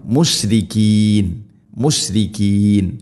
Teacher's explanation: ഷീനിനെ പരത്തി ഉച്ചരിക്കണം